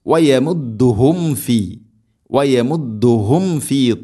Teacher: സാക്കിനായ മീമിന് ശേഷം ഫ വരുമ്പോൾ പ്രത്യേകം മീമിനെ പൂർണ്ണമാക്കി, അഥവാ രണ്ട് ചുണ്ട് തമ്മിൽ തട്ടിച്ച് മീമിനെ പൂർണ്ണമാക്കി ഉച്ചരിക്കണം.